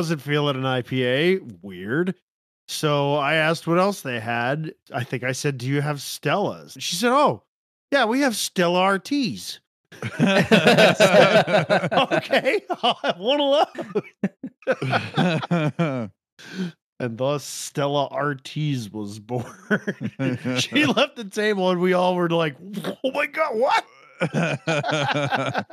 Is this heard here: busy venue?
no